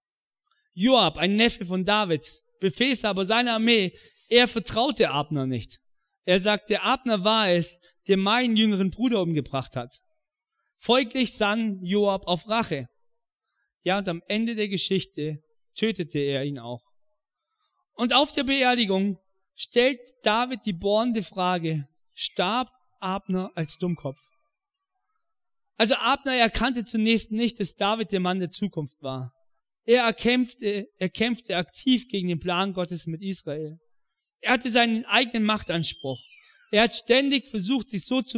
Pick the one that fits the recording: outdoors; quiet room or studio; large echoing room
large echoing room